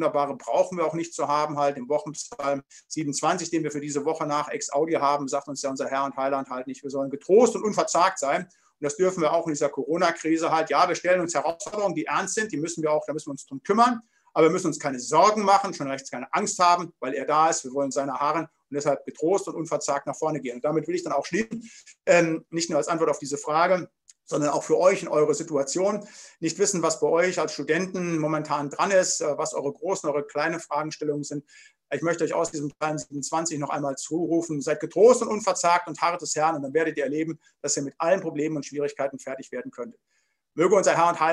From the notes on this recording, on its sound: Bibelseminar Bonn via Zoom.